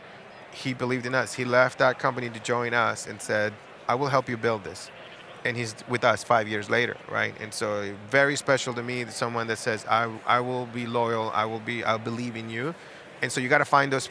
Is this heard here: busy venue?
yes